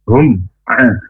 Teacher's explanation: Ini namanya bacaan izhar syafawi. Izhar jelas syafawi di bibir